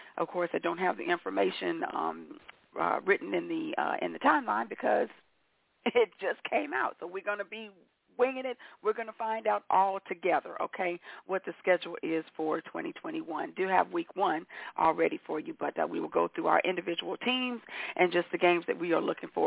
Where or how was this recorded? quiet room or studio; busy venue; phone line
phone line